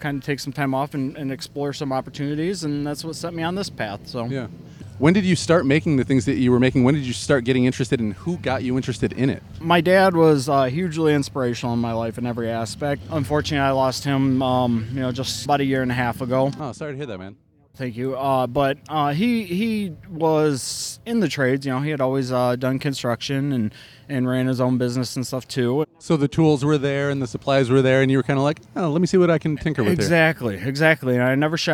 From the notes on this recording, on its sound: Pharmhouse Wellness Art Market. If you were in Grand Rapids. 6 interviews conducted outdoors at my booth. If you hear people in the background, that's just the toke tent folks having fun.